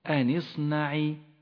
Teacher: لاحظ كيف سقطت همزة الوصل من اللفظ في حالة الوصل أن اصنع، وأما في حالة البدء بها فإنها تظهر اصنع الفلك، وهذه هي قاعدة همزة الوصل، تسقط في حالة الوصل وتظهر في حالة البدء بها.